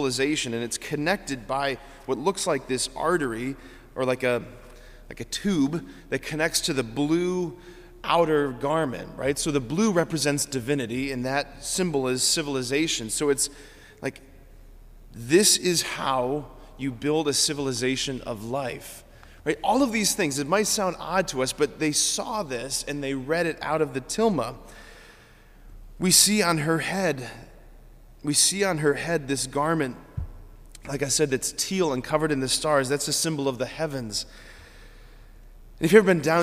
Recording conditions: large echoing room